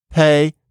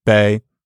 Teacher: when you pronounce P, there's a tendency for the vowel after it to be pronounced on a slightly higher pitch than if you say B. So it's not like pay and bay, but statistically, something like pay versus bay, like that.